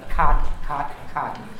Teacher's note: the soft palate is where you make the sound k, which we have in English as well.